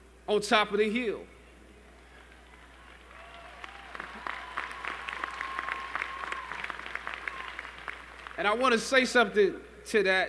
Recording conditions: live audience